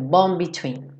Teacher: esse bond. Essa letra D, ele já tá fechando pro B do between. Então, ele já vai direto.